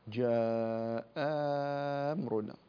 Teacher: فهو يبدل الهمزة الثانية ألفا ويمدها بمقدار 6 حركات لأن بعدها حرف ساكن · Term: المد اللازم